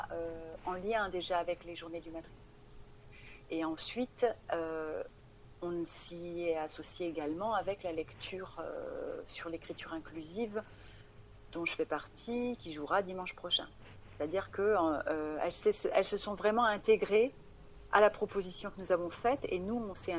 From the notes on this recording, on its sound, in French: Interview téléphonique